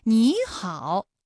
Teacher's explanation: 也就是214加214直接演变成了35加214，你好，大家看第一个你是不是变成二声了呢？那类似的词啊还有像水果、领导、理解，哎，是不是第一个字它本来是三声变成了二声。好，这是第一种组合啊。我们再来看第二种三音节的三声组合，这里呢也要分两种情况来说明。第一种，比如说游泳馆，这是一个三音节的三声组合，我们首先应该对其进行一个语义的划分，那我们就会发现了，比如说展览馆三个字三声，它的语义可以分成 · Term: 三声的变调